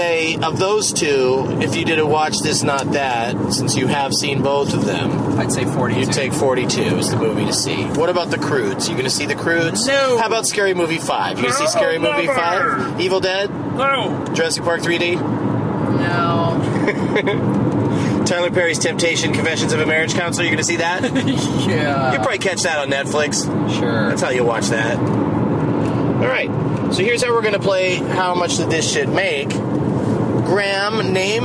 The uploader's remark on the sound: Play a game as they drive from Portland to Eugene, OR, plus the audio from the Countdown to 4/20 show at Cobb's in San Francisco.